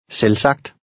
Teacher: In number 12, the V is silent, but the G is not.